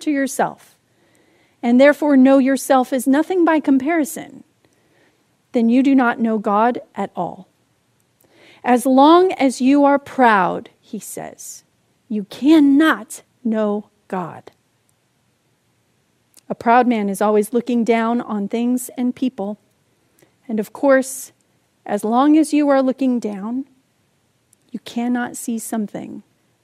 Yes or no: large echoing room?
yes